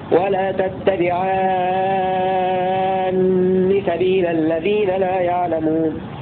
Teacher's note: وقرأ الباقون بتشديد النون مع المد المشبع في التحركات هكذا ولا تتبعان سبيل الذين لا يعلمون.